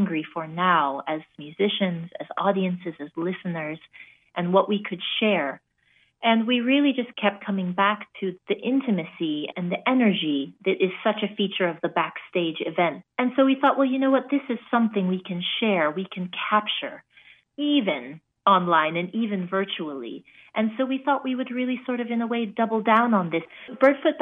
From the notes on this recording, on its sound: joins us by phone